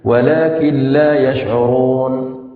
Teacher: نبدل النون لاما وندغم اللام في اللام. ولكن لا يشعرون بدون غنة إدغام كامل.